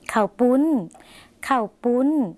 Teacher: คำว่าข้าวหมายถึงข้าวในภาษาไทยนะคะแต่ในภาษาลาวออกเสียงสั้นค่ะ ก็เลยยังใช้นะคะรูปนะคะสระเอาออกเสียงสั้นข้าวปุ้นหมายถึงขนมจีนเหมือนเดิมนะค